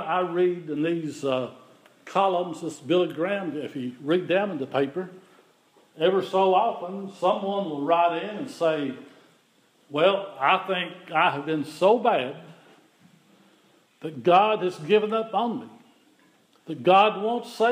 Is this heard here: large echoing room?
yes